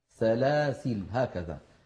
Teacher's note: فيها عند الوقف وجه زائد على أخواتها، وهو حذف الألف عند الوقف